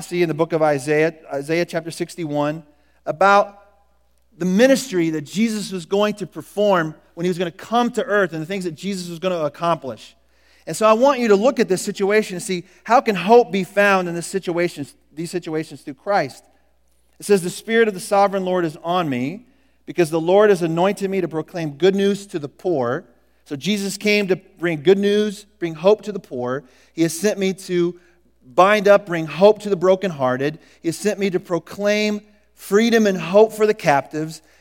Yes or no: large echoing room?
yes